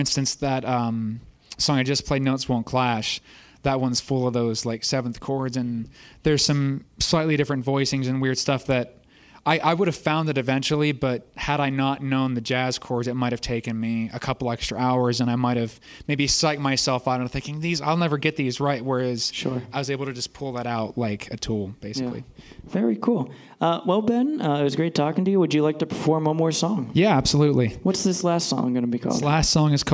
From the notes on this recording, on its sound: This month's episode of Notable Music Podcast was filmed live at Howlers